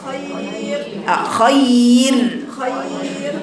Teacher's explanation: لأن أنت عندك الراء قبلها ياء، فما ينفعش تقرأ الراء بفخامة كده · Term: الراء رقيقة